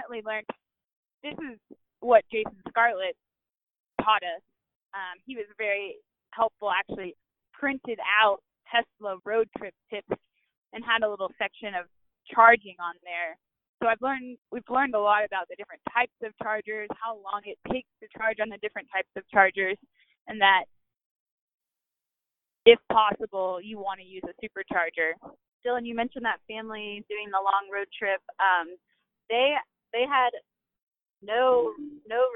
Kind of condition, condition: link, phone line